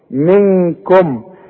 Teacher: بعدها كاف من حروف الاخفاء هنا تغن لازم بمقدار حركتين منكم المين دي ساكنة ضم فيها شفايفك ومتغنهاش